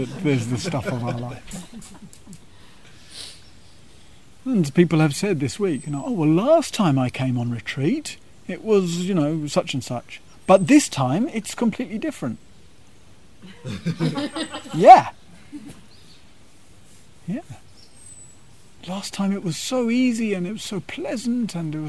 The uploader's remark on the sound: (Gaia House) This talk was given on the Summer solstice, and the teachings were held outside under the large Plane tree in the Gaia House gardens.